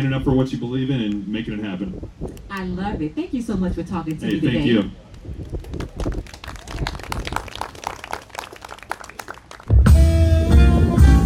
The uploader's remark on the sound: The "International Jazz Art & Blues Festival" which took place on Sunday, April 30th at the Tuscawilla Art Park, Ocala Florida. The Ocala Arts & Entertainment Podcast conducted a set of live interviews at the event.